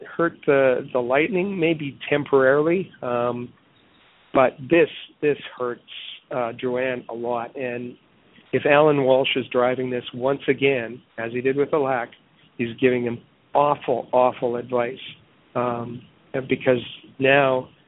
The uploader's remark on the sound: as we take your phone calls